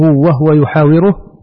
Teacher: وهو أسكن الها قالون وأبو عمرو والكسائي وضمها غيرهم